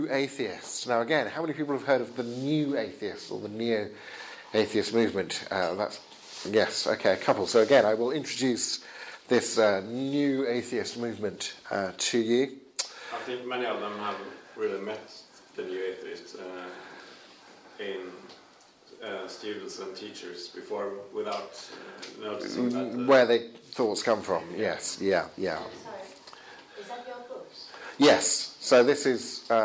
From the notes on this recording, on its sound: Session delivered November 21st 2016 at The Highbury Centre in London for Norwegian Folk School Students.